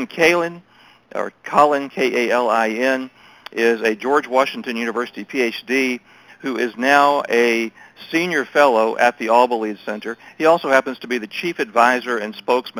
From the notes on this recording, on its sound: briefed MEF in a conference call on November 21, 2018